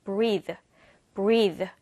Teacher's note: TH는 the 사운드 유성음으로 발음을 해야 돼요